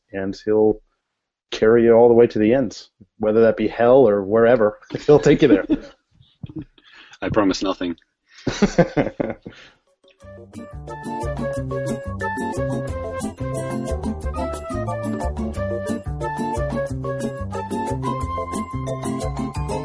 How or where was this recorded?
video call